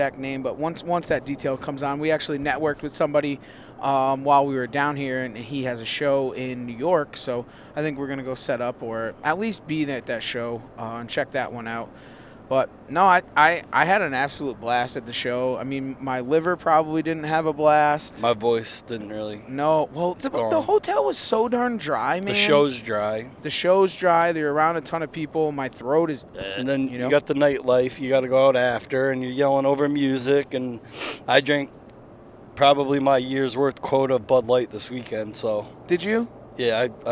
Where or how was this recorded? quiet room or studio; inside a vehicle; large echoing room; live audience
inside a vehicle